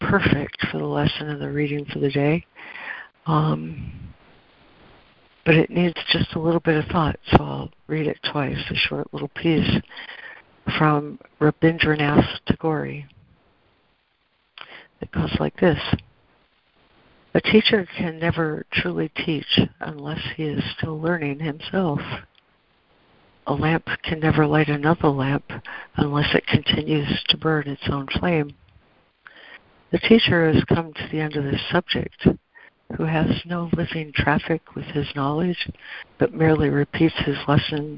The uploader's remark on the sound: ACIM Daily Conference Call